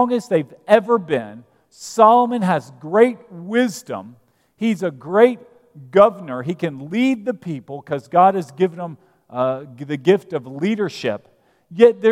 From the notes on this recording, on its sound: at Broadway Baptist Church, Lexington, Kentucky